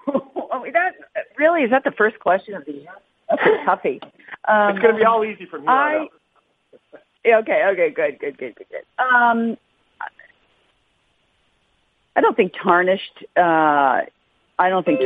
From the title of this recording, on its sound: Australian Open Conference Call